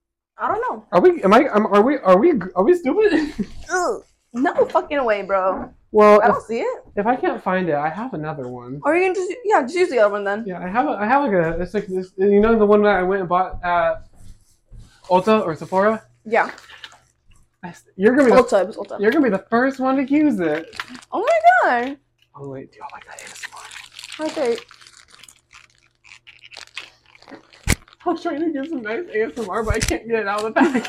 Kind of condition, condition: fault, poor sound quality